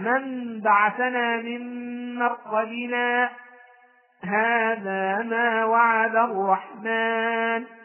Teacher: وقفت على كلمة مرقدنا من غير أن أخذ نفسا ثم قلت هذا ما وعد الرحمن · Term: السكت